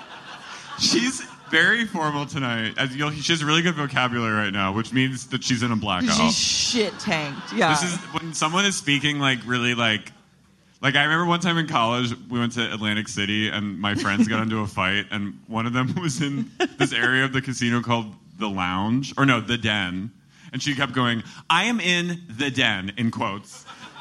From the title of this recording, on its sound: LIVE at the Independent